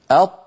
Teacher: تجد بأن صوت الطاء محصور بين قبة الحنك واللسان. استعلاء الحرف وانضغاطه إلى على الفم يعطيه قوة، لكن إن كان هذا مقرونا مع انحصار للصوت هذا يعطيه قوة أكبر.